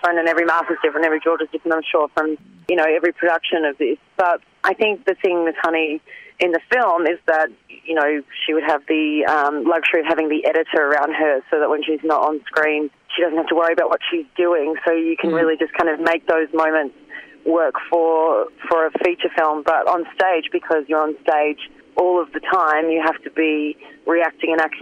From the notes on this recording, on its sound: phone interview audio quality is a bit scratchy